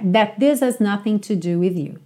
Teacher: você não ouve bem o H, mas o A continua, então você não tem is totalmente, é meio this is, this is, this has nothing to do with you, ok?